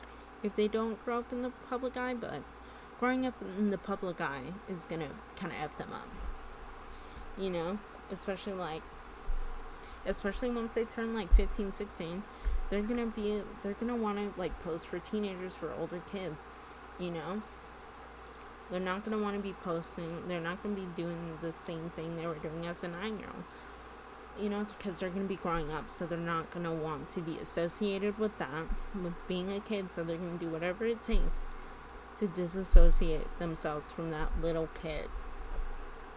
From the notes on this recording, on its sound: I had a mic this time but I still talked too softly